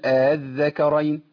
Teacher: وليه وجه تاني للي بيقرأ بمد المنفصل أو توسط المنفصل إنه يقول قل آذكرين ده وجه التسهيل، بسهل الهمزة الثانية بين الهمزة وبين الألف